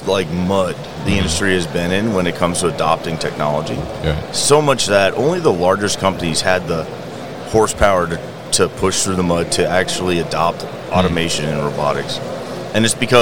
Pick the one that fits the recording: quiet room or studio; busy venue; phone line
busy venue